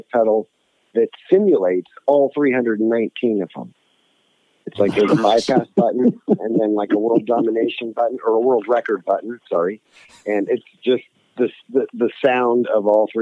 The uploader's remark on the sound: On the phone